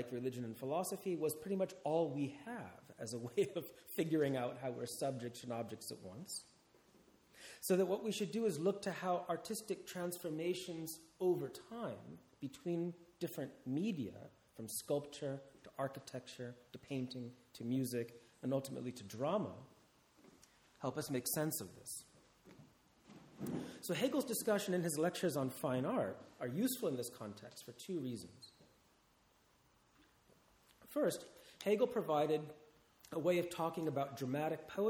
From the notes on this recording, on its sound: This talk is part of the Shakespeare and the Enlightenment symposium, held at Garrick's Temple to Shakespeare(Hampton, London) in September 2016.